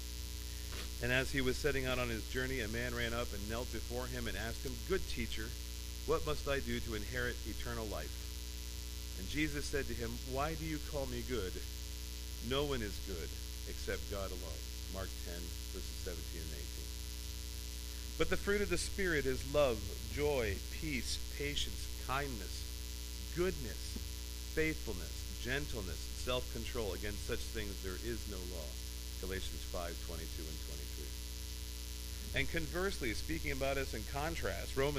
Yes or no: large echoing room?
yes